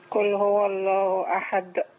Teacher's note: لازم أعمل قلقلة في الدال